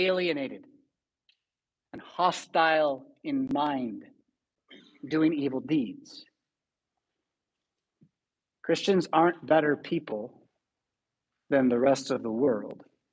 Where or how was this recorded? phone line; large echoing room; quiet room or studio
large echoing room